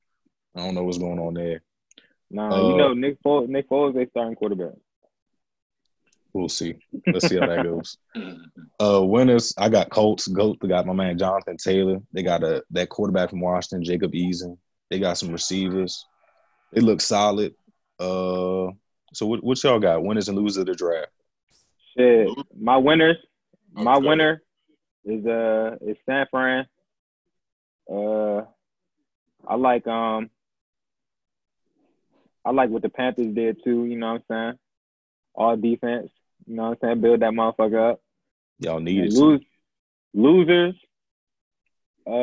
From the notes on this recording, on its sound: We are coming live from our own spaces thanks to Covid, but we found a way to make it work.